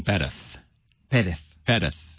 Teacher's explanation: to articulate properly, a Z is like a TH sound.